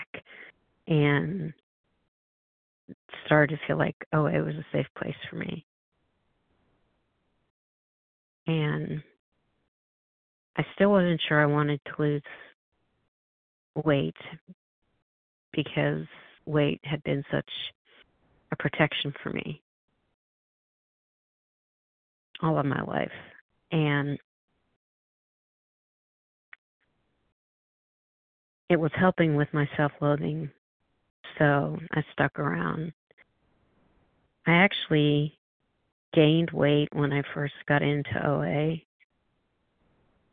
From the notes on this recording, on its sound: 100 Pounders Phone Meeting